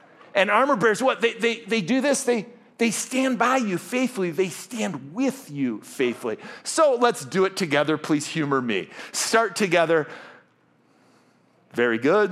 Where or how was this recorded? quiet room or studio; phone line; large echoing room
large echoing room